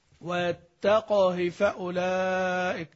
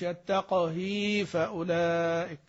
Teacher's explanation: القصر، ويقال له أيضا في هذا الباب يقال له الاختلاس، يقال له الاختلاس، يعني أتيت بكسرة، ليس المقصود هنا أنك كسرة نص كسرة لا، ولا تلت كسرة لا، أنت أتيت بكسرة لكن لم تشبع هذه الكسرة حتى تتولد إيه ياء · Shown in: first take